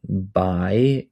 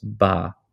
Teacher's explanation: the diphthong uh, such as I was reduced to a.